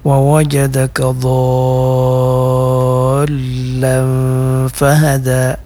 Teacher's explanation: Dotnya dipanjangkan dulu 6 atau 5 harkat, kemudian ikhfanya juga harus panjang 4 harkat. · Term: mat lazim